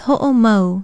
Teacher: It is spelled H-O-O-K-I-N-A-O-M-A-U. Be sure to pronounce that glottal stop between the O's, which is called an okina in Hawaiian.